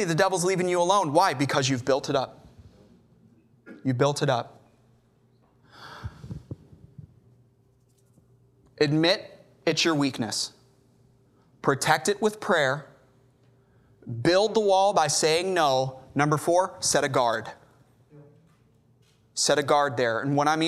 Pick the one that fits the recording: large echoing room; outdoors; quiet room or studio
large echoing room